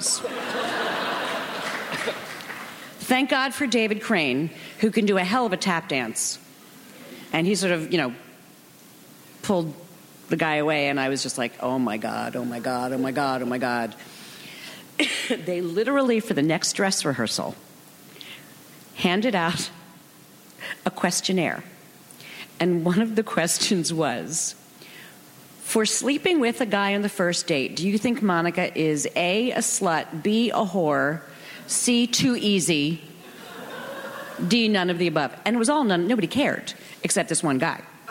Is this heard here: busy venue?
yes